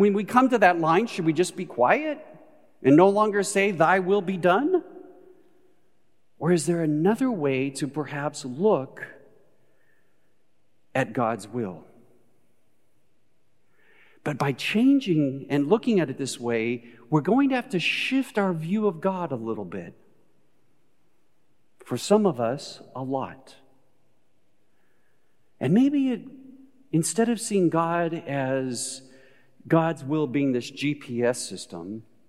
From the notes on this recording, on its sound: Recorded live at Beatitudes Church in Phoenix, AZ